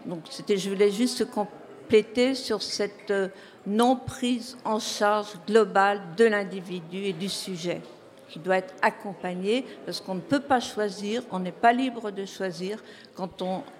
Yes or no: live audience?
yes